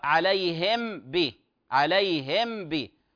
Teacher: بعضهم يقرأ عليهم ب حركة واحدة وتكون بغير غنة · Term: إظهار الميم الساكنة